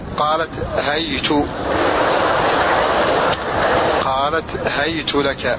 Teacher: بفتح الهاء وبعدها ياء ساكنة مع ضم التاء